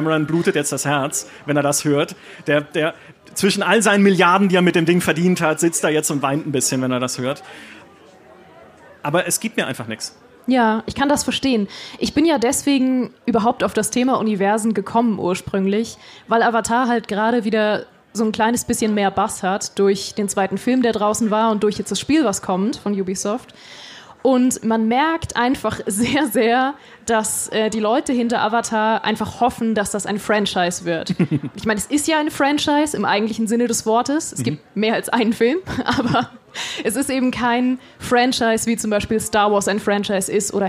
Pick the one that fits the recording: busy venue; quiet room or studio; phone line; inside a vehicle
busy venue